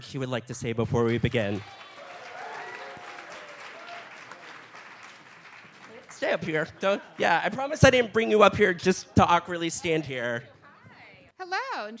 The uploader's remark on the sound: Live in Brooklyn! Podcast event in front of a live audience as a part of the 2017 NYC Podfest festival. At the Bell House, in Gowanus, Brooklyn.